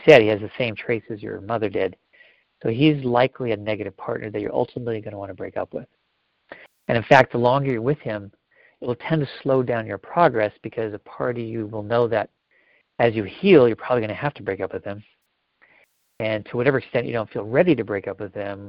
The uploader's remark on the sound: Live Q&A Calls